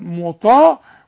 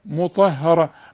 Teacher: تاني غلطة اللي هي لهم فيها ازواج مطهرة، يعني الهاء ضعيفة والهاء مرققة والهاء قبلها حرف مفخم الطاء وبعدها حرف مرقق مفخم الراء، تقول مطا وبعدين تبتسم هاء وبعدين تبوت في الراء مطهرة.